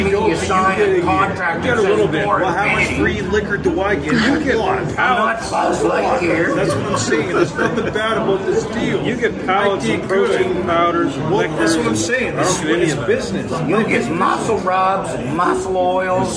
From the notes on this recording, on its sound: On this live version of Today's Boondoggle. Ventured out to the Cleveland Fan Expo.